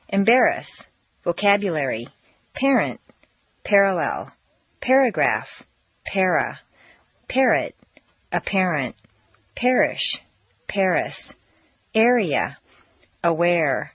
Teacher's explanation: The R combination frequently sounds like er, as in embarrass. This sound is particularly clear on the West Coast.